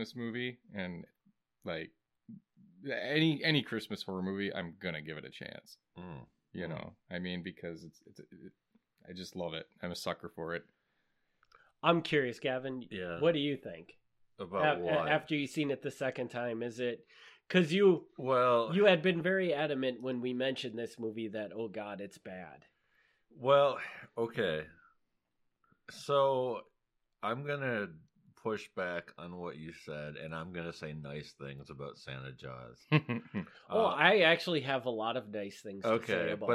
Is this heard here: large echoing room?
no